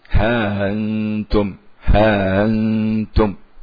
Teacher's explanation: ها أنتم يمد بعد الهاء ثم يسهل الهمزة التالية للمد · Term: تسهيل